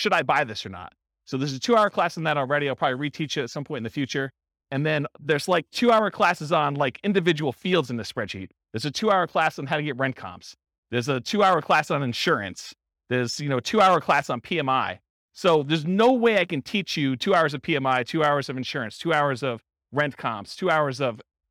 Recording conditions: live audience